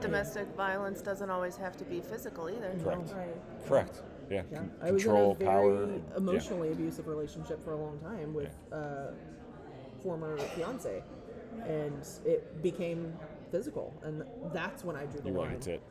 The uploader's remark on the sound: Live From the Texas Animal Control Association's 48th Annual Training with the Humane Educators of Texas.